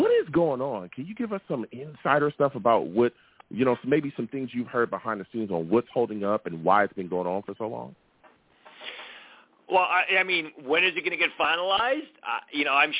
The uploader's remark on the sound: I also take live callers!